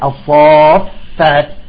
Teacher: هذا مد لازم لأن الفاء مشددة والشدة أصلها حرفين، حرف ساكن وحرف متحرك ودغما مع بعض، تمام.